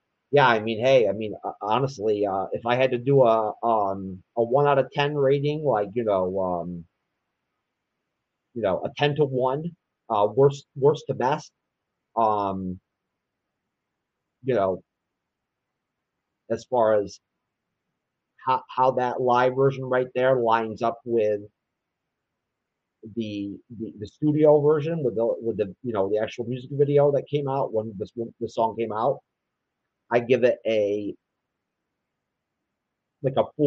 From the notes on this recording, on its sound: If my audio is alittle off I am sorry I am just trying something different. Is using a Logitech BRIO with Skull Candy headphones, through an iPad Pro 2018. Is using a AUDIO-TECHNICA ATR2100 usb microphone with 3 Logitech Webcams C920- C922- BRIO through a MacBook Pro.